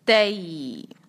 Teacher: تا پہ ہے فتحہ اور اس کے بعد آ رہا ہے یا، تو ہم اس کو کہیں گے تئی. مد لین ہے، اس کو ہم تھوڑا سٹریچ کریں گے تئی. اس میں آپ نے دھیان رکھنا ہے کہ آواز جو ہے وہ طے کر کے نہ ہو بلکہ تئی ہو.